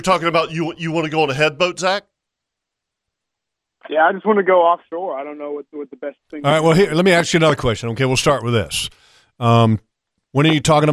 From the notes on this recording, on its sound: Lots of OS faithful called in too